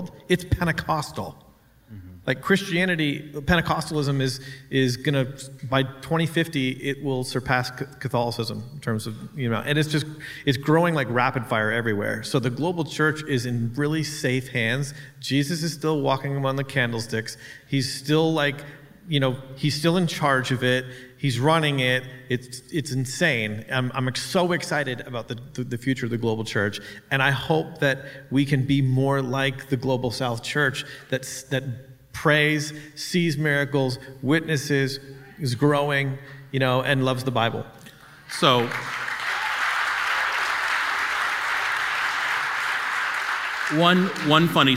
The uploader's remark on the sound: We recorded a live podcast at our Conference